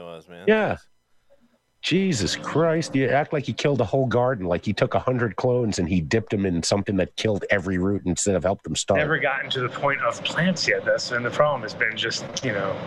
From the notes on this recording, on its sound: Coming to you again from the Sunshine state ADS will be live from #JANLIFE. We shot the show around Super cars.